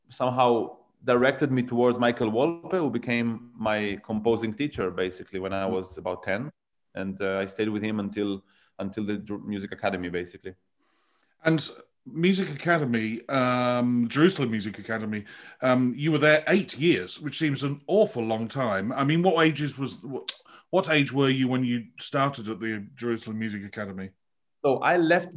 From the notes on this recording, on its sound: This interview was recorded on 5th May 2021 via Zoom.